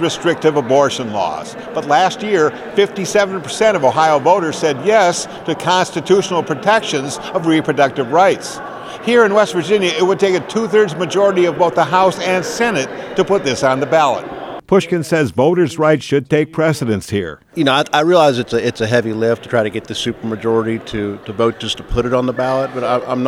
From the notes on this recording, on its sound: Held a press conference to discuss the recent pause on new permits for liquefied natural gas exports.